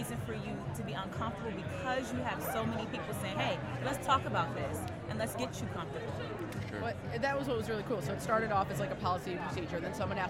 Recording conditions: busy venue